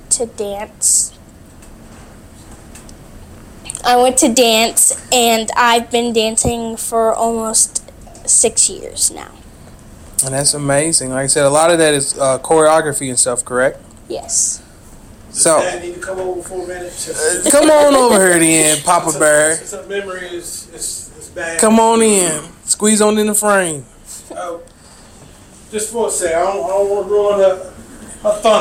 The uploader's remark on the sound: live from the middle of the ocean on the Carnival Freedom ship